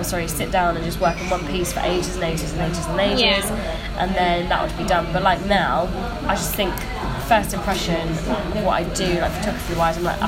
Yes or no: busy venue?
yes